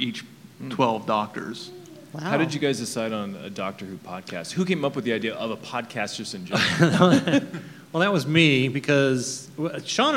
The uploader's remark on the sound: Invited us to record a live podcast. Last month we had the opportunity to join in on a panel at Kansas City Comic Con with the hosts of A Gal & A Gay podcast.